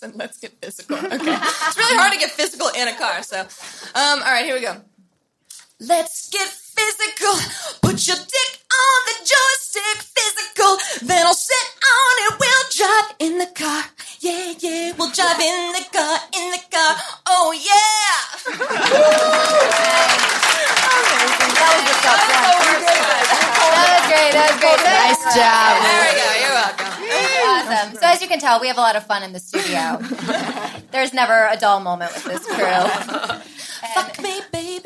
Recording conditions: live audience